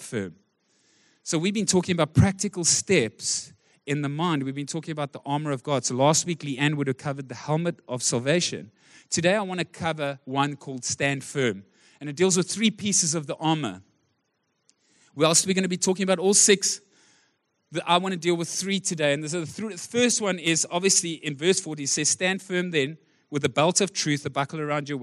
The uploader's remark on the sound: Recorded live on Sunday the 15th October 2023.